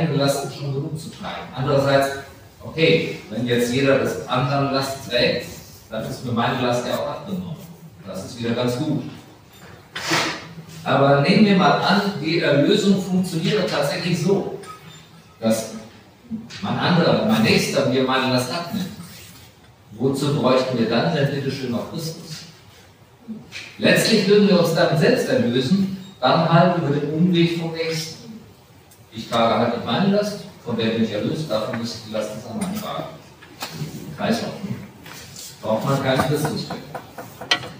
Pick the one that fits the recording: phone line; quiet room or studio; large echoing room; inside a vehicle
large echoing room